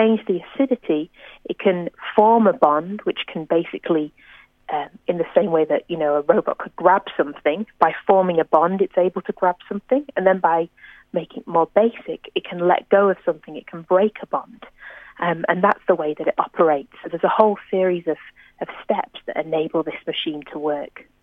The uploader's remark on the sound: over the phone